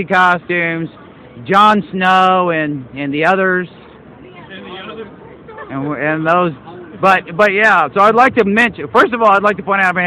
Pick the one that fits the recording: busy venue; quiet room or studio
busy venue